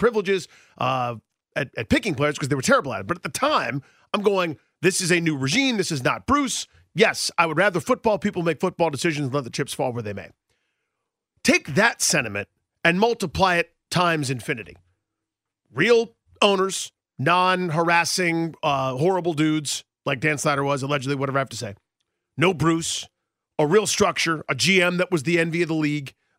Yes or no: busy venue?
no